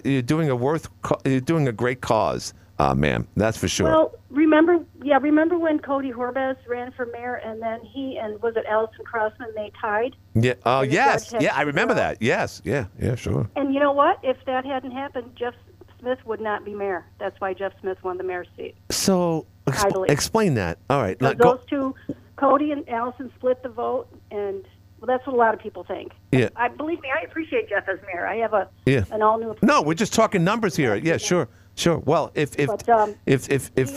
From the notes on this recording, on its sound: Councilwoman called. Including two callers who are auditing petitions for Watertown city council races.